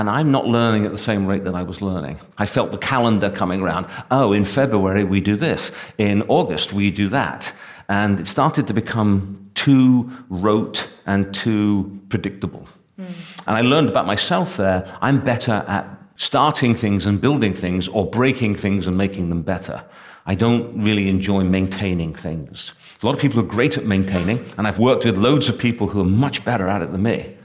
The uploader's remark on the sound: This episode was recorded in front of a live audience at an annual event hosted by Clearscore , the free credit score app.